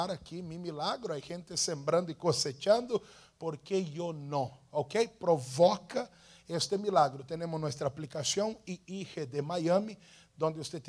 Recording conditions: large echoing room